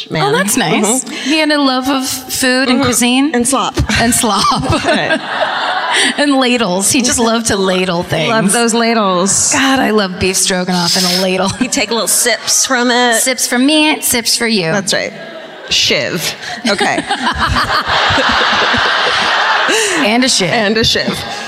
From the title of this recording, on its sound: Live at the Davies Symphony Hall in San Francisco